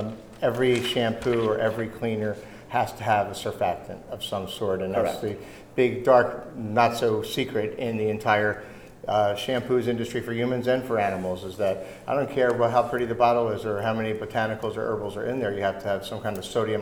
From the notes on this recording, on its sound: Live to Tape from the 2018 Global Pet Expo in Orlando, Florida March 22, 2018